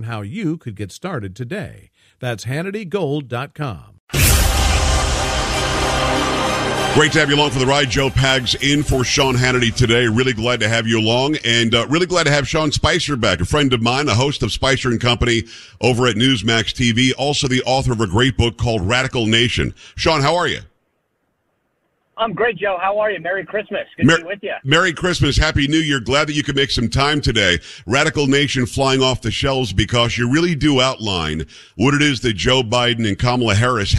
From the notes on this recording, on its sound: hits the phones